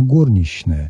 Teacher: И вместо «ч» фактически звучит «щ». Такой коротенький, но «щ», а не «ч».